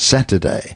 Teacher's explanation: the loss of a syllable after a stressed syllable, right? Saturday, So sat is the stressed one, the next one is weak, and very often in English, the weak one just gets weakened to the point where it vanishes.